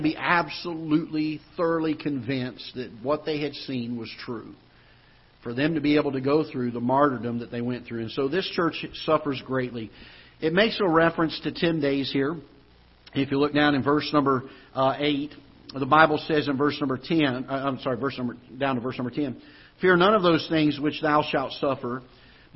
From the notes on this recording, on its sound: Ketha Heights Baptist Church ~ Live Broadcast.